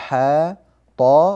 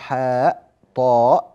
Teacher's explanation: مدا طبيعيا لأن أسماءها مكونة من حرفين فقط ولا تهمز أواخرها في القرآن · Shown in: first take · فنقول حا طا ولا نقول حاء طاء، وإن كان هذا جائزا في اللغة لكن في القرآن لا.